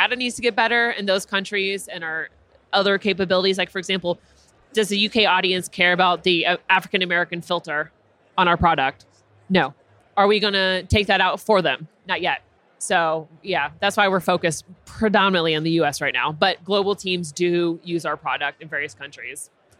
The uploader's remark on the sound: Live from UNLEASH America in the Workhuman booth